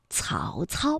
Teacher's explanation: 曹操呢是舌尖要抵住上齿背去发音的